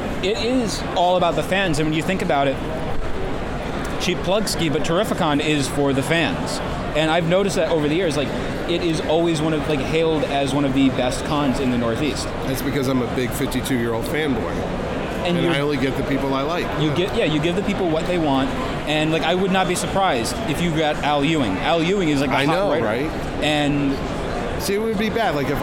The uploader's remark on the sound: Exclusive interviews from folks at East Coast Comic Con. As well as a panel. If you hear the laundry going downstairs.